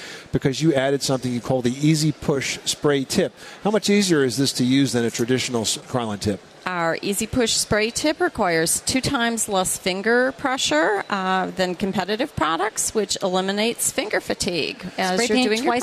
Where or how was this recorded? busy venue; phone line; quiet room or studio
busy venue